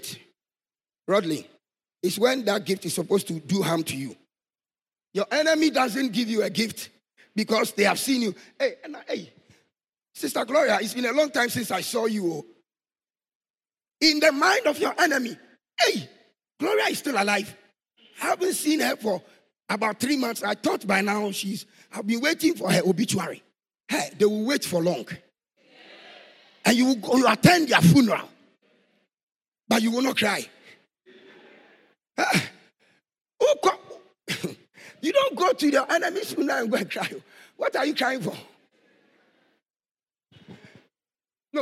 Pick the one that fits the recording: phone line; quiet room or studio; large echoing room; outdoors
large echoing room